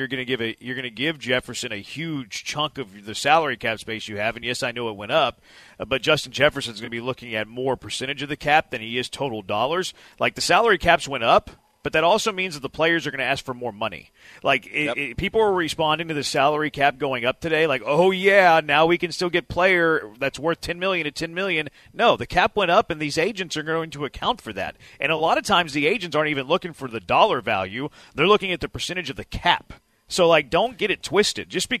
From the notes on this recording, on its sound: LIVE from X-Golf in Katy!